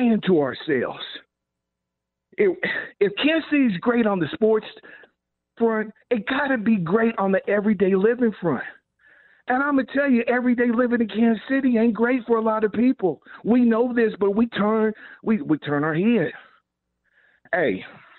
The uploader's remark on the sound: Taking fans phone calls